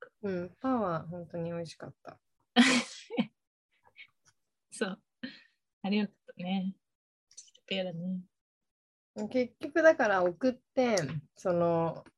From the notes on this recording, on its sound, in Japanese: 東京と富山でzoomにて収録。